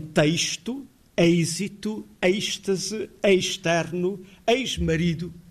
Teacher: inserimos um I em texto, êxito, êxtase, externo, ex-marido e semelhantes · Term: ditongos